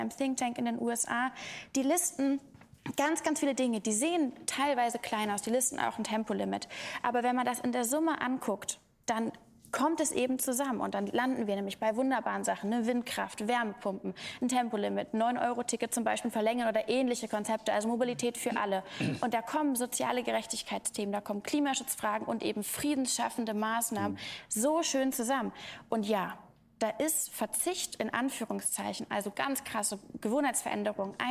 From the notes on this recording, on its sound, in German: Live im Tipi